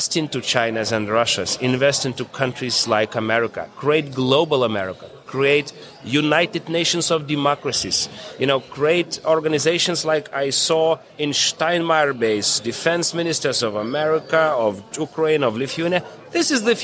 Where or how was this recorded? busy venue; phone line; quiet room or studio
busy venue